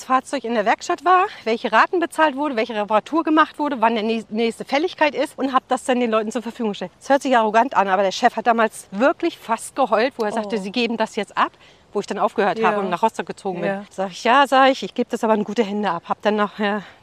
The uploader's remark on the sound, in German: beim Walk & Talk im bergigen Kösterbecker Wald